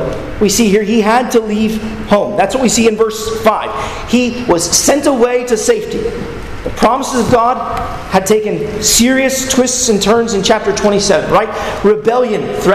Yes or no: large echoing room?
yes